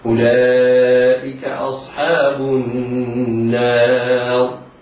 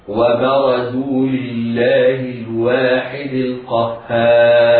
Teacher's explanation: الراء الساكنة سكونا عارضا من أجل الوقف إذا كان قبلها ألف فإن حكمها التفخيم